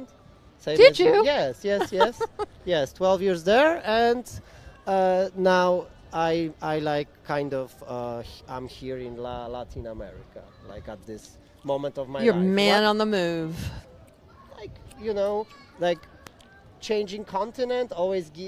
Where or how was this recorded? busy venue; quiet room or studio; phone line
busy venue